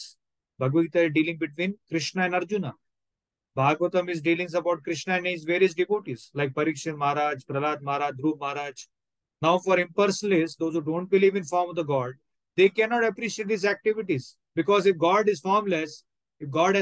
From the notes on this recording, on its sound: Zoom online recorded class